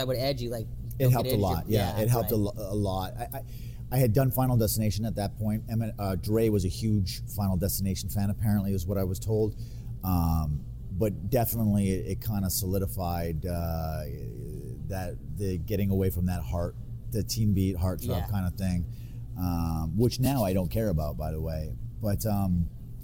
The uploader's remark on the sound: Now most listeners of the show will be aware that our guests are generally joining us remotely. At a later date we recorded our talk in a restaurant so you will hear a bit more background than usual.